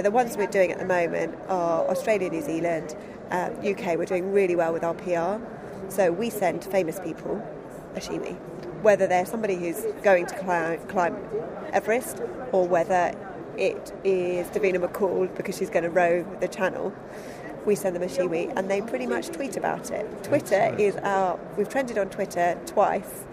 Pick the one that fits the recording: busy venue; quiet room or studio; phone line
busy venue